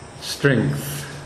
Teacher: The E, the short E, has no length. But when the GTH come after it, the E carries through. · Term: positionally long syllable